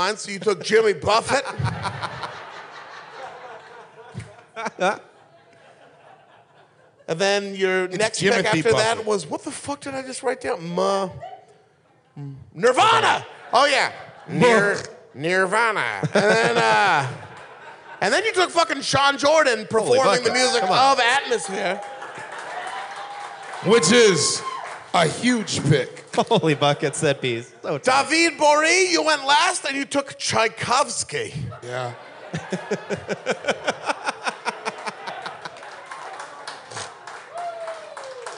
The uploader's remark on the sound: This episode was recorded live in Minnesota at The Turf Club .